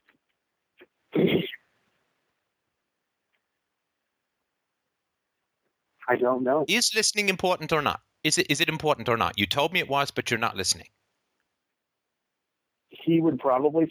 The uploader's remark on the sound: Wednesday Call In Show. An incredibly brave listener calls.